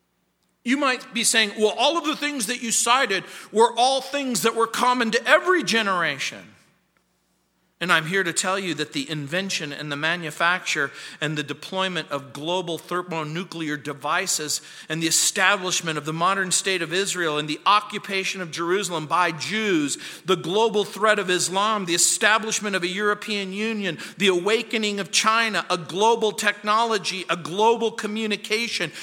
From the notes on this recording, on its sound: at Calvary South Denver in Littleton CO